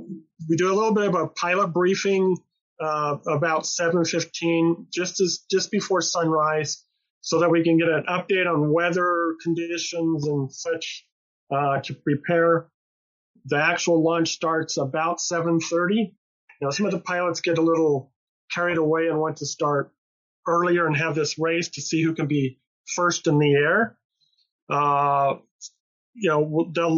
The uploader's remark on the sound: Audio from the October 28, 2021 La Junta Chamber of Commerce Business Lunch and Talk Zoom Meeting.